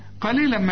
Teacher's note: التنوين بعده ميم، ادغام بغنى